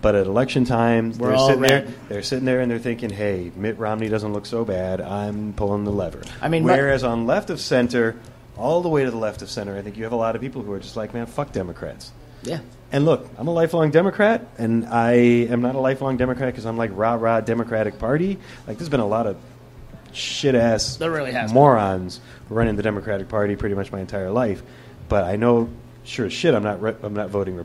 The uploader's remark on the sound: Live From Shenanigans